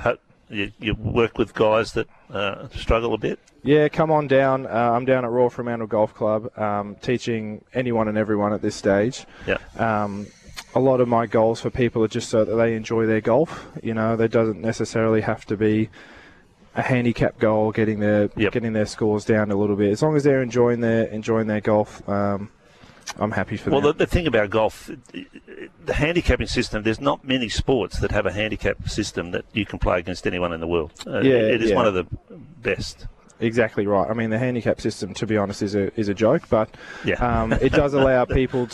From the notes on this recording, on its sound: live from the WA open